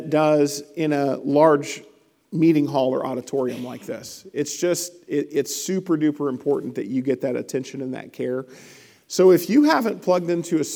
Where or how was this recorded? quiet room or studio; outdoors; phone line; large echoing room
large echoing room